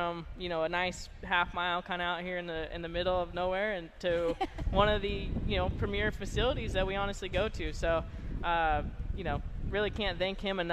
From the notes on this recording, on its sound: From the AGCO Jackson Nationals. Live from Jackson Motorplex.